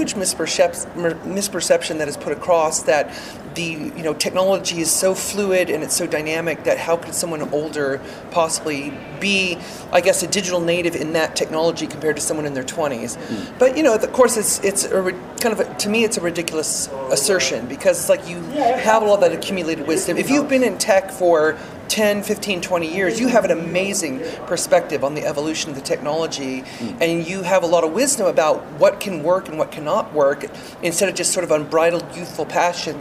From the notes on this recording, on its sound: Recorded at E3 2018